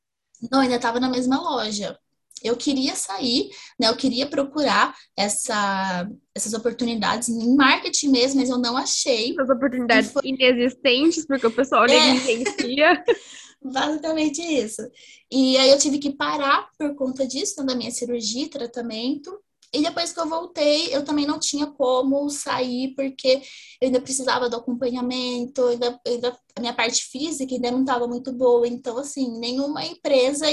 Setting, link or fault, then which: link, video call